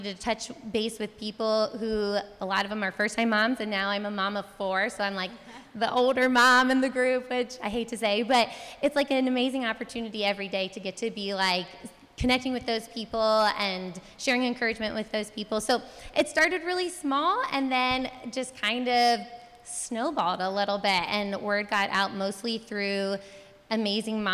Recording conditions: live audience